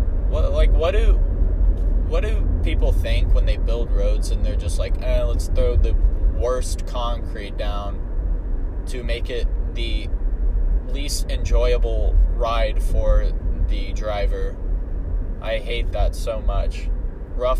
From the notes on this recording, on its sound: Road trip to Oklahoma. Record a podcast for the fans since he got bored in the car and had no one to talk to.